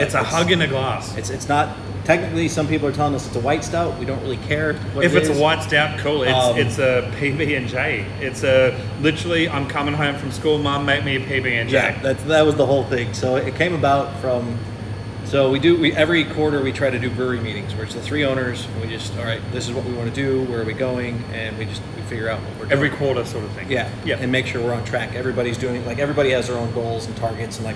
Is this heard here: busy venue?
yes